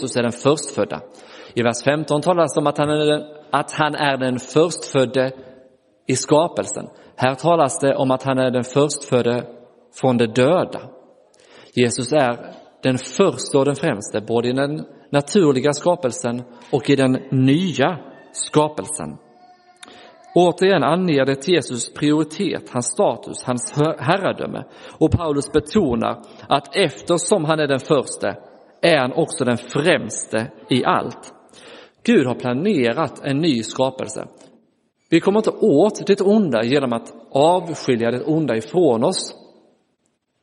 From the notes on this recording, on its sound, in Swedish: Inspelad i Roseniuskyrkan den 30 april 2023.